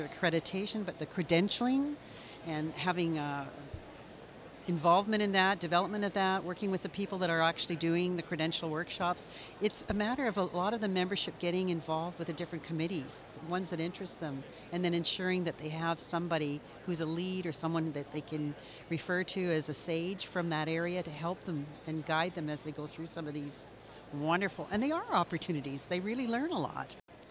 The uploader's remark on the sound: This is another episode that was recorded LIVE of the show floor of #IMSH2023.